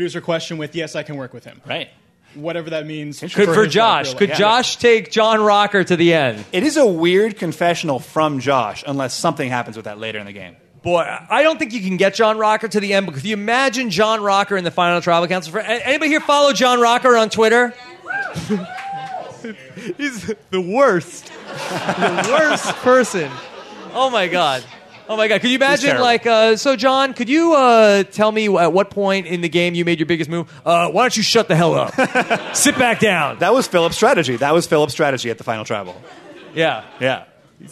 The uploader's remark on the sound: LIVE from the Gotham Comedy Club in Manhattan